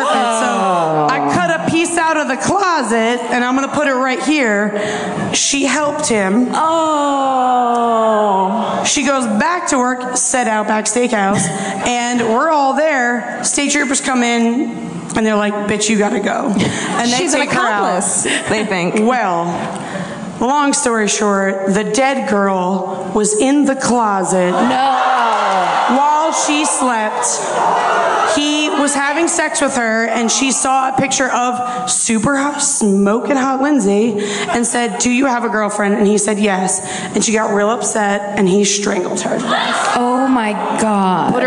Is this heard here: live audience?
yes